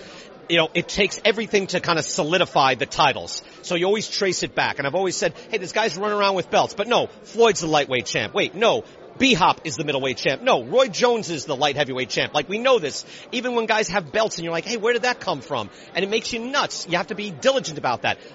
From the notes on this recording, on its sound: live on the scene in Las Vegas